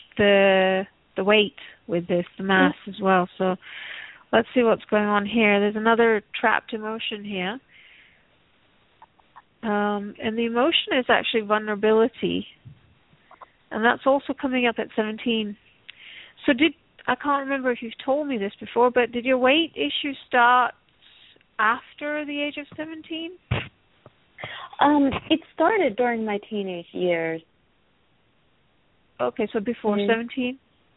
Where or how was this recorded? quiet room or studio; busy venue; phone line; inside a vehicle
phone line